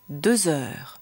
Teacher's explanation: Bei 2 heures wird gebunden.